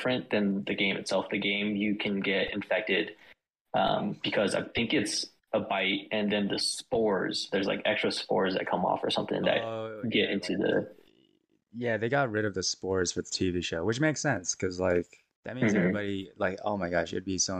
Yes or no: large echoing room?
no